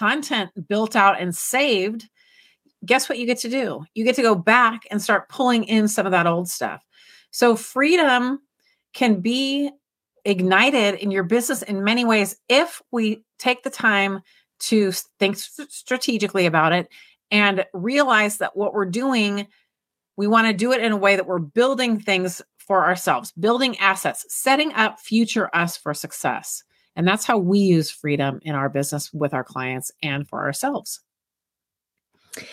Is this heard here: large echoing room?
no